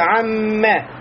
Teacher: Нун входит в мим, потому что нун перед ним, это называется у нас идгом, идгом накис, то есть недостаточный идгом, маагунна, появляется у нас вот это качество нуна, которое называется у нас назализацией, то есть вот этот красивый звук, да, выходит при помощи носовой полости, и будет у нас получается амме, нун вошел в мим, и мим удвоился, и поэтому говорится айн.